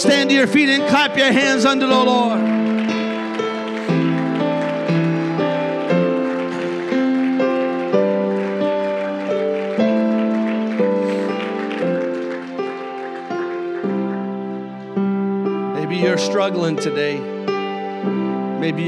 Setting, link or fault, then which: setting, large echoing room